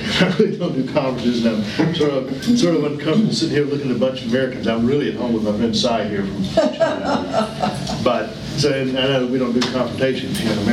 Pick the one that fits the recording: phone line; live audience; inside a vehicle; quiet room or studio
live audience